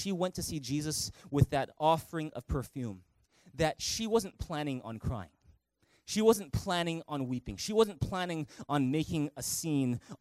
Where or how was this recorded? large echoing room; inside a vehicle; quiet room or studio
large echoing room